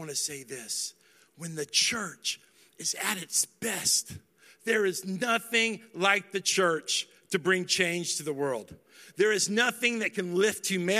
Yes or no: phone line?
no